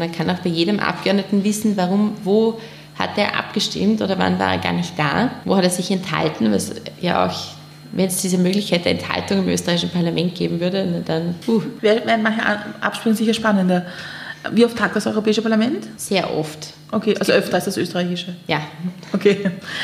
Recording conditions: live audience